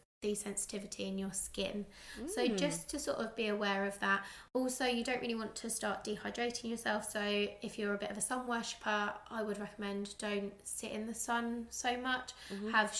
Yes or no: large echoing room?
no